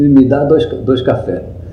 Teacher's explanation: O R e o S também. O S é plural, plural não existe mais. No interior não existe.